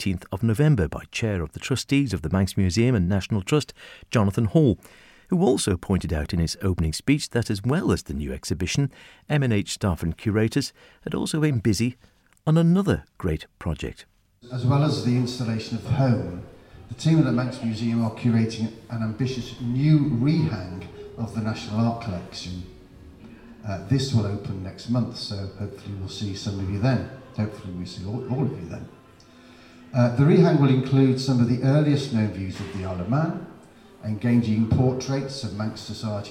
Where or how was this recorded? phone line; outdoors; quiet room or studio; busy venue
busy venue